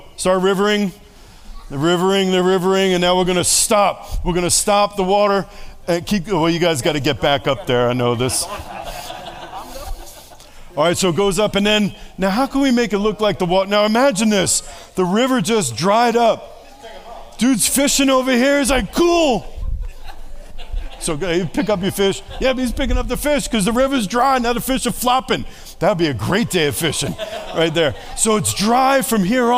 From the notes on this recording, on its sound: Sunday Service. This Sunday’s message was preached to an audience who sat at tables, and there was lots of audience participation from all who gathered.